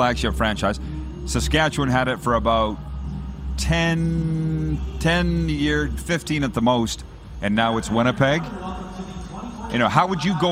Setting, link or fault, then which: setting, busy venue